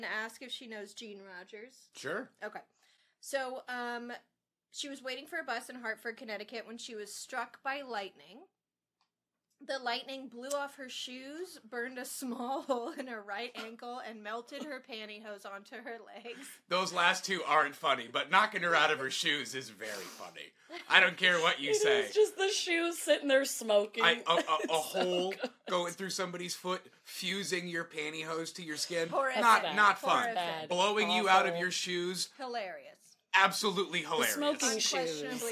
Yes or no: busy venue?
no